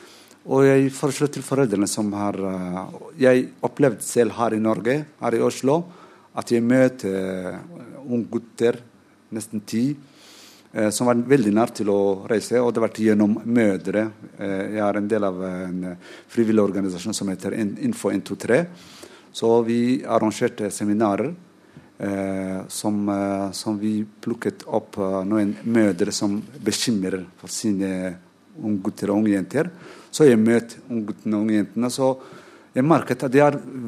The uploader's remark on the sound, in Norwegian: 40-års jubileumssending fra Parkteatret i Oslo. En livesending med publikum fra Parkteatret i Oslo.